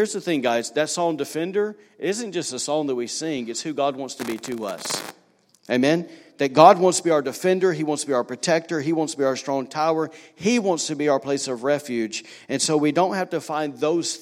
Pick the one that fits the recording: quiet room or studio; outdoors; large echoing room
large echoing room